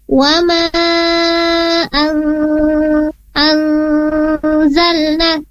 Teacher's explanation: nun sukun bertemu dengan huruf zai, maka hukum bacanya adalah ikhfa, ditahan dua harokat.